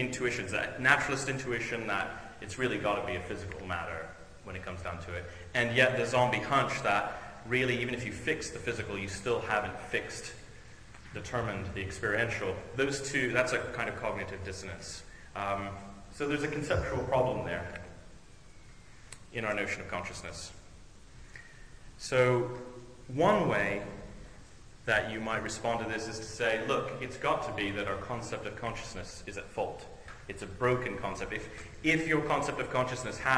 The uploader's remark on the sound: On July 11th, 2007, I gave an invited lecture. I gave an invited lecture as part of a Royal Academy of Engineering seminar entitled: "AI and IT: Where Philosophy and Engineering Meet", itself a part of their Philosophy of Engineering series.